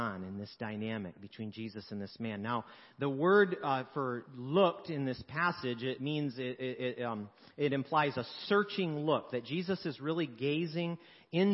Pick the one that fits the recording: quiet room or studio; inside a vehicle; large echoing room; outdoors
large echoing room